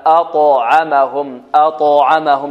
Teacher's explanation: والطاء هنا ماذا؟ مفخمة مقلقلة، مفخمة مقلقلة. أطعمهم، أطعمهم، لابد أن نأتي بالقلقلة واضحة.